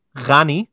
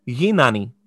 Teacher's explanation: The first sound is written as a G in orthography, but we have it represented here with a voiced velar fricative, the gamma, because that is what it is phonetically, right? Not the way it is in writing.